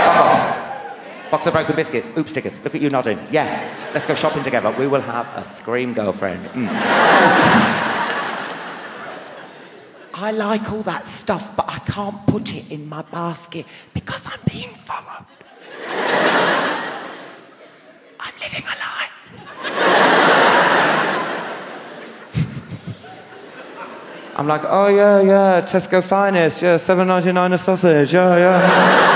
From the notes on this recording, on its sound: Recorded live at the legendary Hammersmith Apollo as part of his mammoth 158-date UK and Ireland tour.